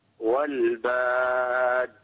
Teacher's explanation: انتبه للقلقلة في الدال · Term: القلقلة في الدال